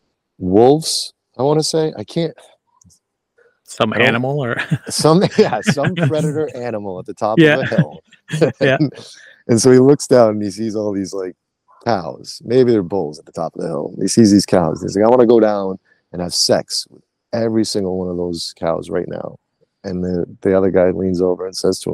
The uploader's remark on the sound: Interview recorded June 1, 2023 via Google Meet.